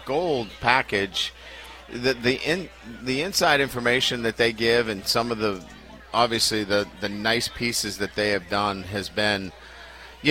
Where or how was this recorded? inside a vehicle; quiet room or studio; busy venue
busy venue